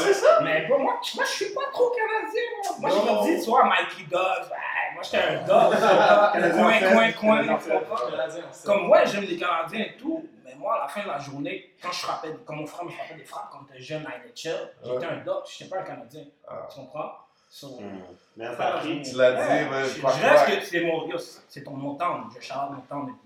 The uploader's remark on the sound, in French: Lors de l'enregistrement des deux premiers épisodes, nous avons eu quelques problèmes avec nos micros.